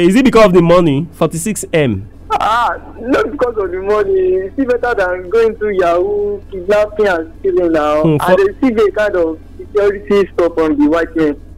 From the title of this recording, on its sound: Audience Phone